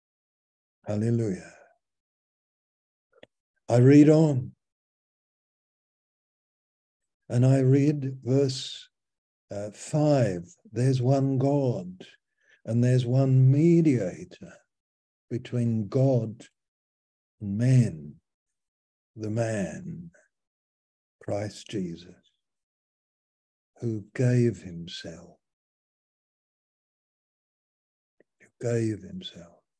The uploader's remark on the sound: Malaysia Meets (Zoom)